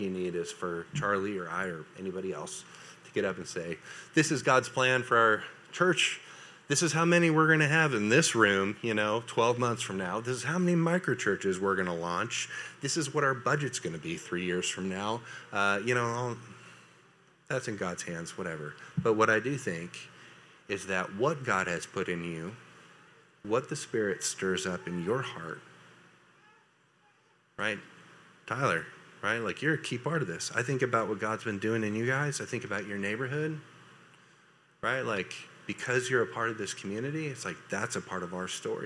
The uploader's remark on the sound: A recording from Vision Night 2023.